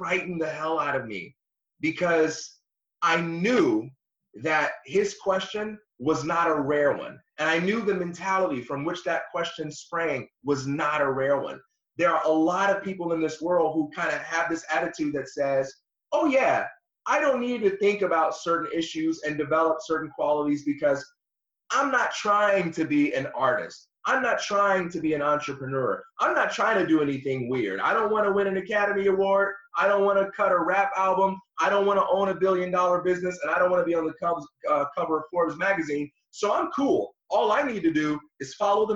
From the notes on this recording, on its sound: Some weird audio issues going on today, so we were forced to switch platforms and it resulted in some imperfections in sound.